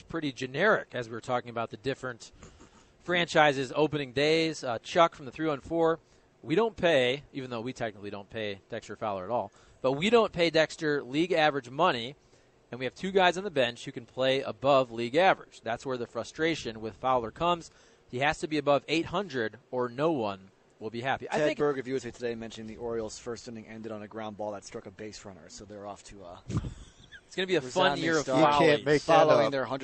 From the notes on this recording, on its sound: broadcasting live from Schnucks in St.